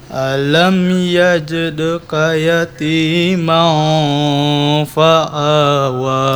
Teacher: Ma-nya agak didengungkan Bunda